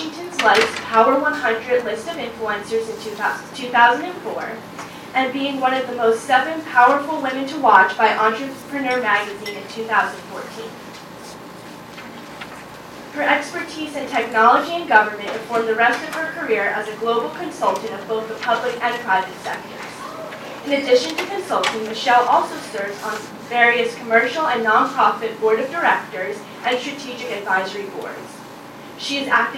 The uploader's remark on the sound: Her remarks were recorded at CBLPI's annual Capitol Hill Intern Summit on June 3, 2016.